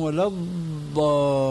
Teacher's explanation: فالمصريون مثلا والدمشقيون يخطئون في النطق بالضاد، فمثلا الفاتحة التي تقرأ في كل ركعة من الصلوات الخمس عندنا في سوريا وغيرها يقولون ولا الضالين، هذه ضاد ليست إلا دالة مفخمة كما يقول علماء التجويد